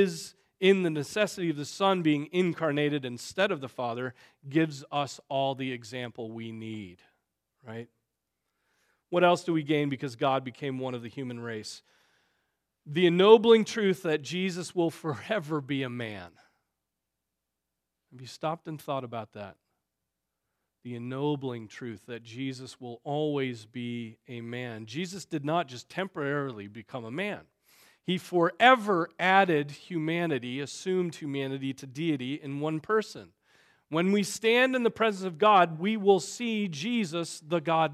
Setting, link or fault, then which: setting, large echoing room